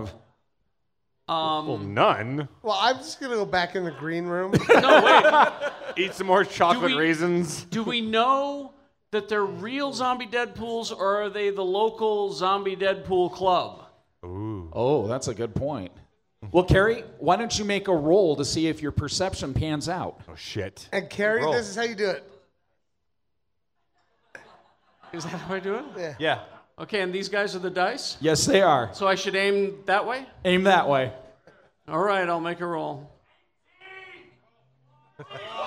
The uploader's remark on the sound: Our 2nd show Recorded Live at 50west club in front of a packed house, last day of SLCC 2016.